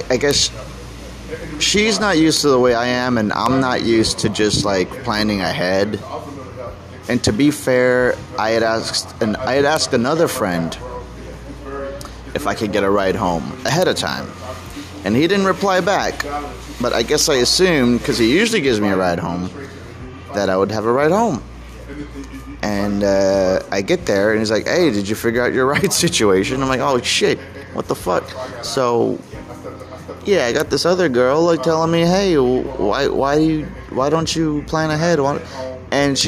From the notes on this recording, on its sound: I chat on the outside patio